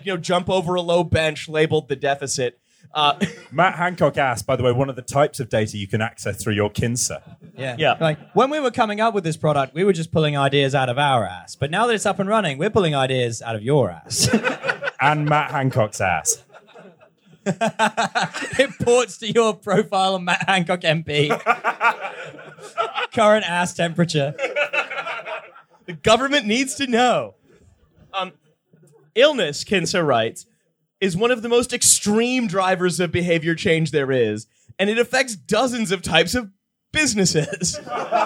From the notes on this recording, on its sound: This is a recording of our recent live show at the Sekforde in London.